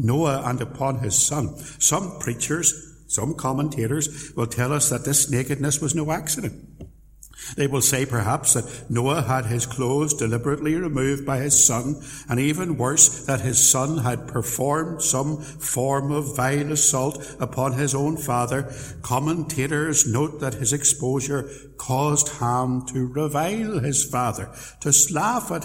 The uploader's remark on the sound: Sermon preached at Templepatrick Reformed Church